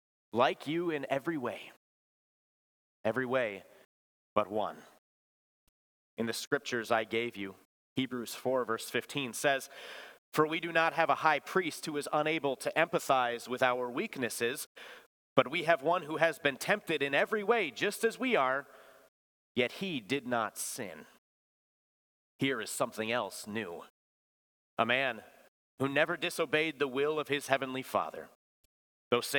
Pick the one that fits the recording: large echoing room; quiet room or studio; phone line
large echoing room